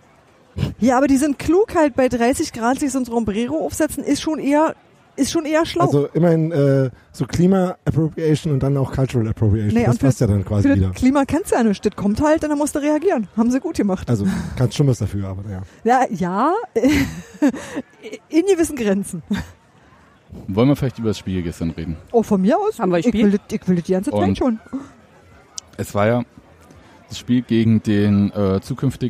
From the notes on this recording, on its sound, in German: unseren Podcast direkt beim Union-Drachenboot-Fun-Cup aufgenommen